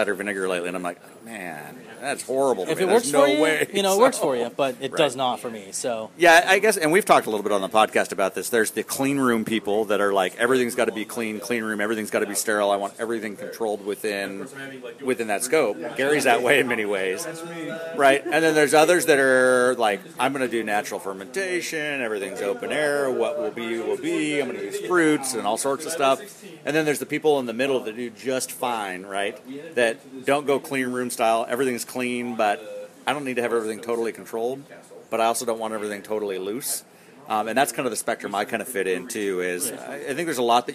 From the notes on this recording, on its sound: Recorded at Cooper Mountain Ale Works with the Hops on Tap Crew.